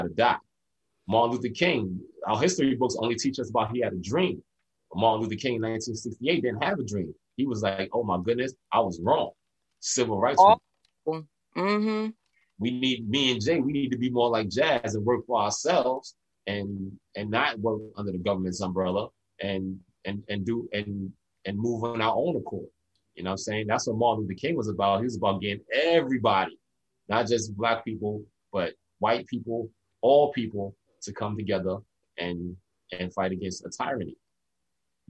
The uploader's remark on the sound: Despite the “Social Distancing” via zoom.